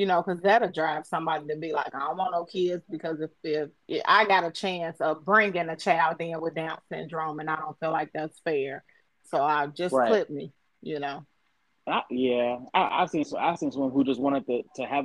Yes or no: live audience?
no